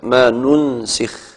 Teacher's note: قرأها ابن عامر بضم النون الأولى وكسر السين